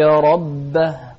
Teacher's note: ننتبه للهمس بالهاء في كلمة ربه